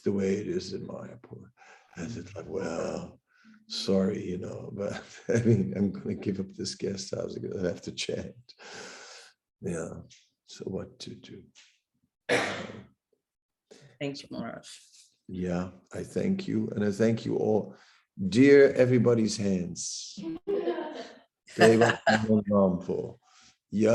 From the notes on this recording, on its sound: Zoom Meeting